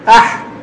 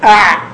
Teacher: ثم لوسطه فعين حاء، والعين والحاء تكادان تتطابقان في جميع الصفات ومخرجهما واحد، وقالوا لولا بحة في الحاء وبعبعة في العين لم يتميزا عن العين. تقول أع البحة زي لما نقول أح، فلو لم تحرص على تبيين هذه البحة في الحاء لا تكادان تختلفان وقد يشتبهان بعضهما ببعض.